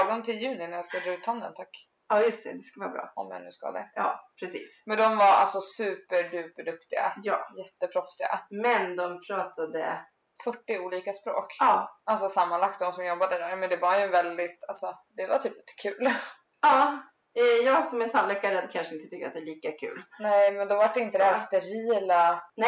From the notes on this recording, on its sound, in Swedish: Jo vi spelar in en hel timmas snack utan att kolla ljudet - och mikrofonen står på för högt ljud å det skorrar och har sig.